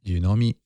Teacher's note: Yeah, it goes up at the end.